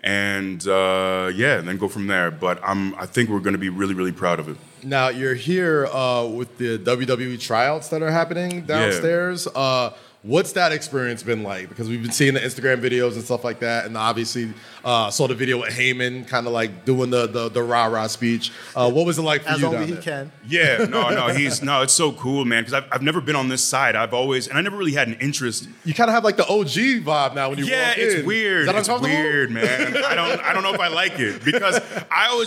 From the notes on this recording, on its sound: Live at the SummerSlam Store.